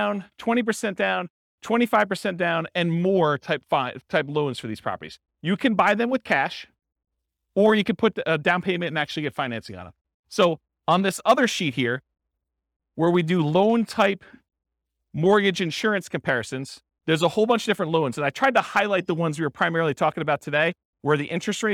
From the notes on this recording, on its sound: This was a live class recorded